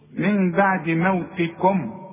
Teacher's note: موتكم كلها مرققة، الميم لازم نظهرها. شوف الميم جي على سكون، شوف، من بعد موتكم.